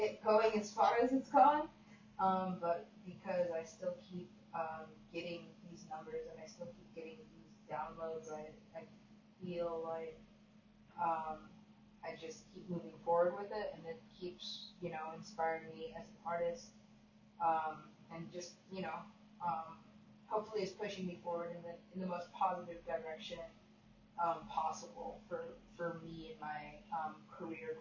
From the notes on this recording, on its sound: Super quiet audio - sorry about that.